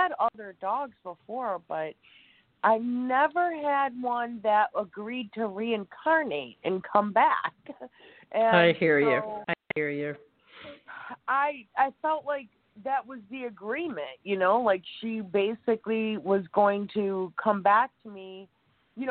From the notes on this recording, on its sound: In response to callers' questions.